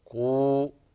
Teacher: إذا وقفنا على الكلمة الأولى ترجع إلى أصلها المد الطبيعي قوا فقط بمقدار حركتين